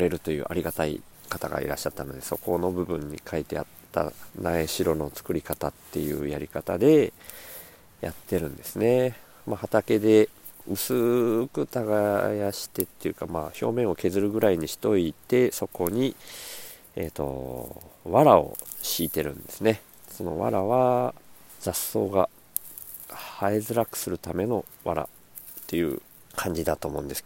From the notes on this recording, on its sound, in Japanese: 苗代 に敷いた藁の隙間から生えたスギナを取りながら録音